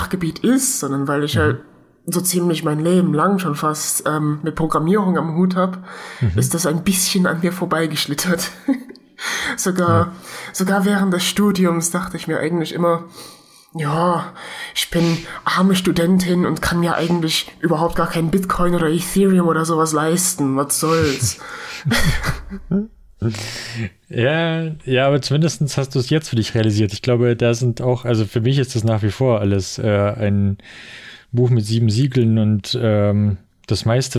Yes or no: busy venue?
no